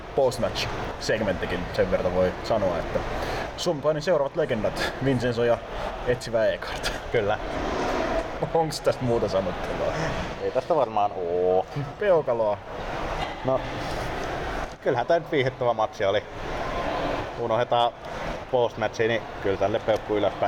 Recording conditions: background noise